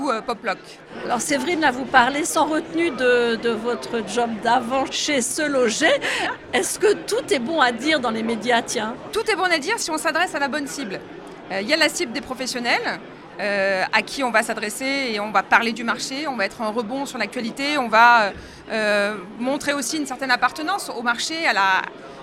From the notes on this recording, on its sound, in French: Cette interview a été enregistrée en live d'Immo, le congrès FNAIM 2023.